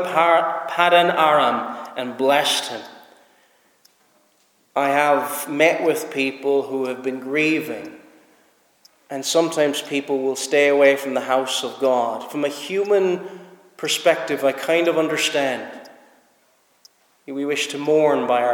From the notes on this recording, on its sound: Preached at Snizort Free Church -Continuing.